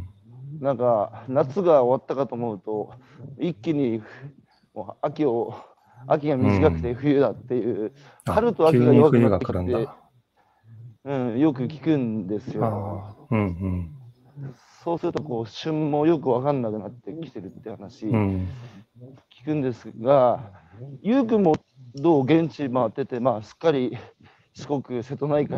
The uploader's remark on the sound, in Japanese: 歩きながら1時間、対談する